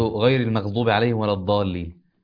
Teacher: ولا الضالين ده مد لازم، ست حركات